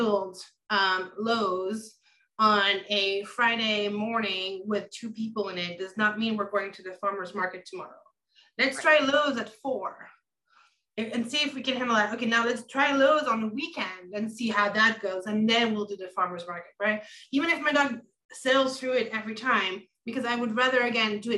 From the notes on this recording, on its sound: Recorded Webinar